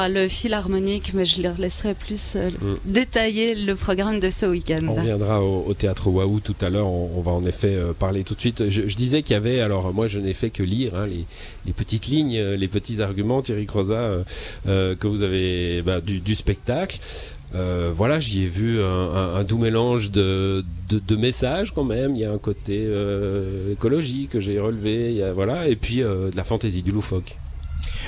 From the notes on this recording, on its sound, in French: en direct d'Aigle sous le châpiteau des arTpenteurs, un événement qui marque le début de saison du Théâtre Waouw